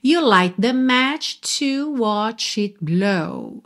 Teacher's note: Percebe que você não ouve o T de it, tá? Porque consoantes oclusivas, que aí estão pintadinhas de vermelho, podem aparecer mais, menos ou nada, certo?